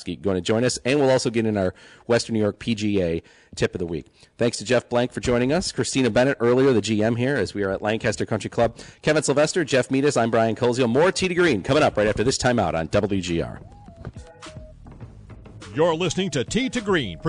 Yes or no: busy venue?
yes